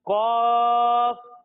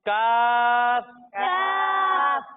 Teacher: जब हम काफ की अदायगी करेंगे तो इसे हम बारीक यानी पतला पढ़ेंगे · Shown in: second take · । यानी इसे हम पढ़ेंगे कौफ।